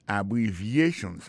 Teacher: Abbreviations, accent tonique la, tombé sous troisième syllabe la. Dans mot ça, il y a quatre syllabes.